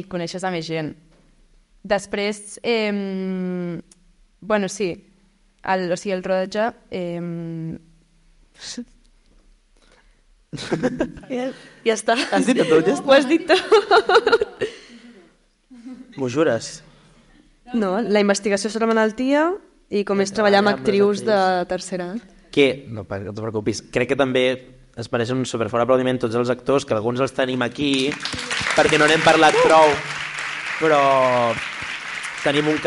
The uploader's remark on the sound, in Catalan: Episodi en Directe al Cinema Edison. El vam gravar en directe durant la mostra de curtmetratges de "La Peixera", un projecte impulsat pel Cinema Edison.